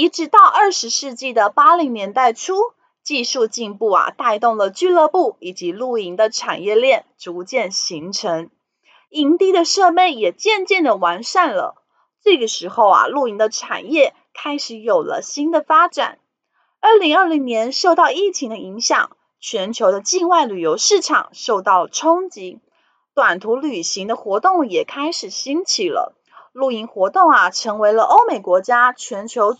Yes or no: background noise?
yes